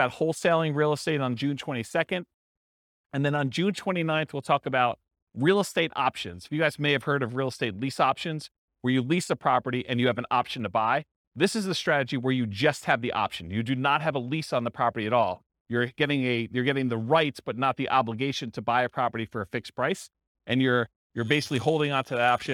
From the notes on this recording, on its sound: This was a live class recorded